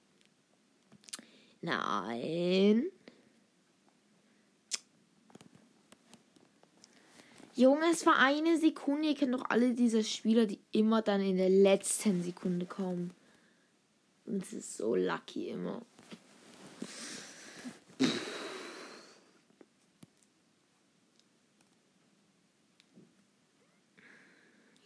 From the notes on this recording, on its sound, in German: Leider ist die Aufnahme am Anfang nicht mehr da